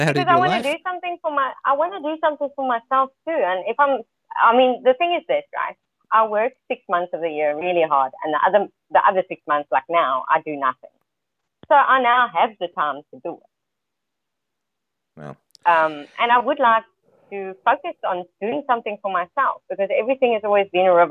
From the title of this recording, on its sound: Freedomain Call